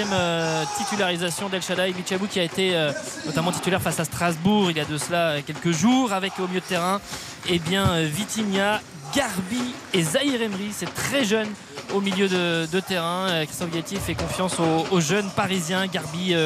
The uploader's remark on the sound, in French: RTL FOOT. En direct du stade Gaston-Petit de Châteauroux.